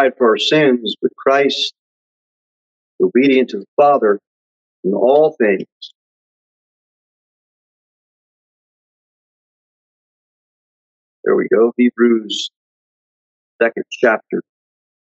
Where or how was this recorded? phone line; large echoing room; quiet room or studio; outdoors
large echoing room